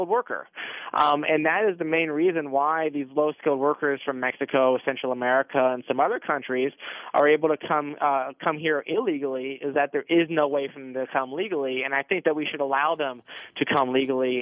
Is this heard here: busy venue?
no